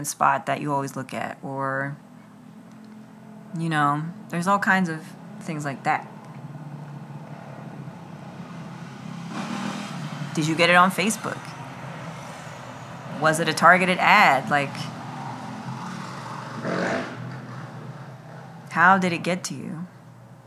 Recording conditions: sounds in the background